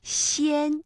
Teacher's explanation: 舌尖要抵住下齿背啊，这个舌面的前部要抬高